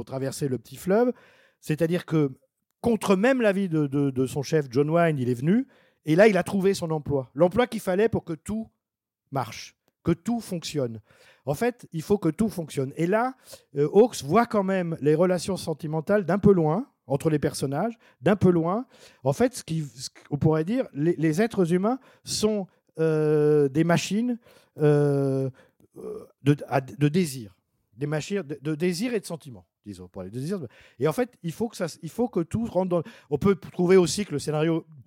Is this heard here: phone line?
no